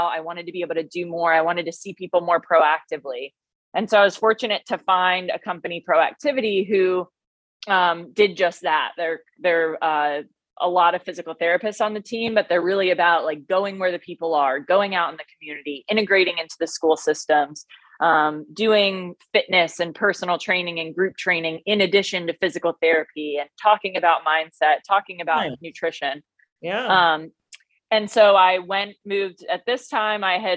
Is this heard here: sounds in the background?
no